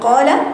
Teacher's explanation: في قال في مد بعد القاف المفتوحه، مد طبيعي حركتين، واللام مفتوحه ما تقوليش قال، لا اللام رقيقه.